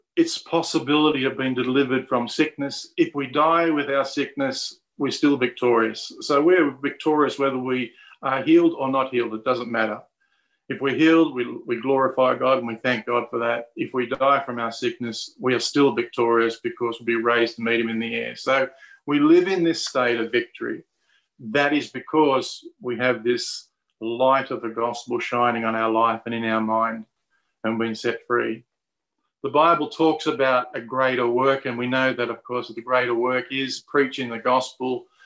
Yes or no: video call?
yes